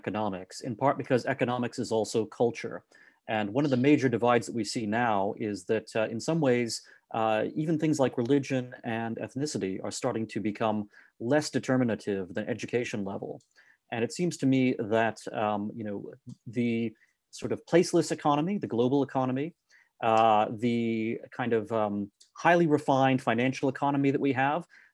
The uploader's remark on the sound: This is a recording of our virtual event.